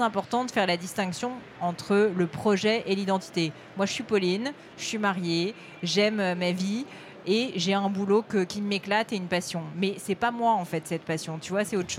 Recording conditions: busy venue